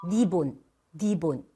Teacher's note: 혀의 뾰족한 끝이 닿아야 하는 발음인데요. 혀의 앞부분이 넓게 입천장에 닿으면요, 리을이 니은처럼 소리가 나요. 예를 들어 리본인데 니본, 니본 이렇게 발음이 되죠.